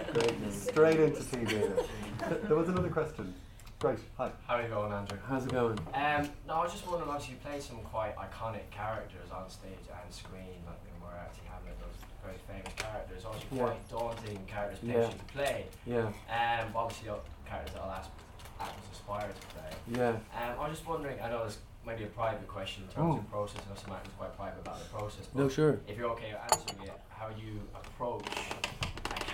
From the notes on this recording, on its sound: Recorded back in 2019 at a special Irish Film London event. In conversation with some lucky young actors.